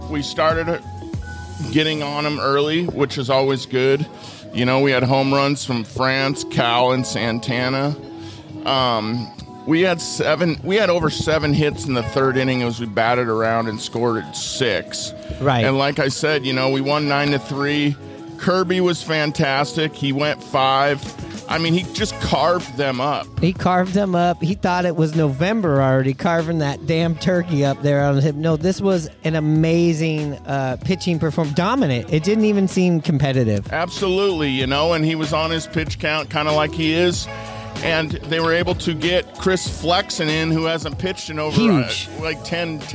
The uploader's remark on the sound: Live from Channel Marker Pub & Grill at the Edmonds/Kingston Ferry Landing.